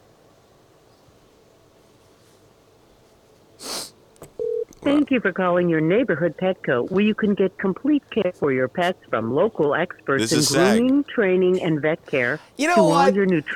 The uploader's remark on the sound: open the phone lines